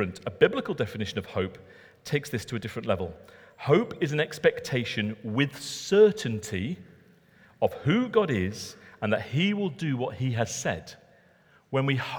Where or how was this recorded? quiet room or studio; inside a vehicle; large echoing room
large echoing room